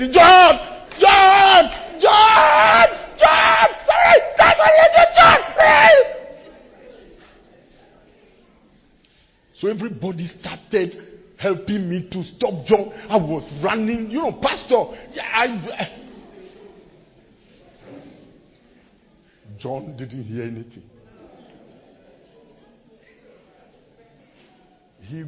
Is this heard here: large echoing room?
yes